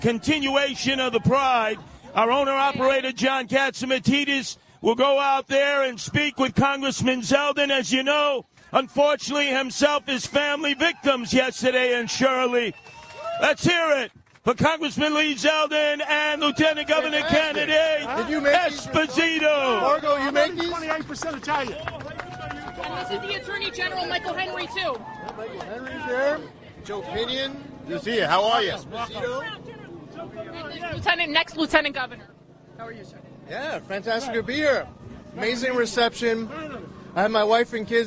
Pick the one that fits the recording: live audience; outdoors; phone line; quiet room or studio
outdoors